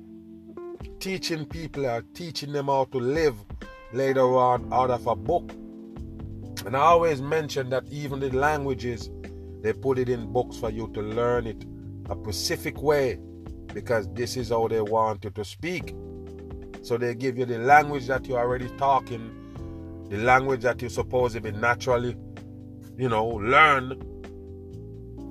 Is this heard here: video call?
no